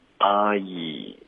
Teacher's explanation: 有一个啊滑到一个一 · Term: 双元音